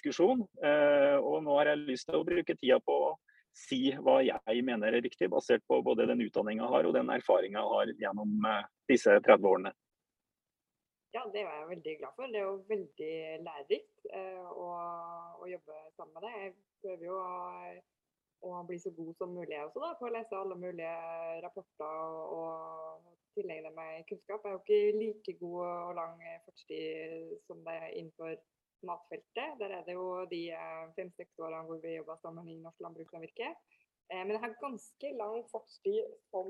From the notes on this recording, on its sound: Live Zoom. I denne live-sendingen.